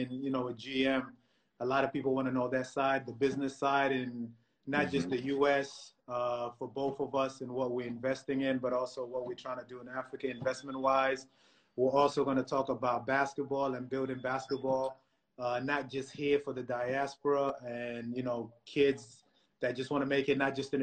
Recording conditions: video call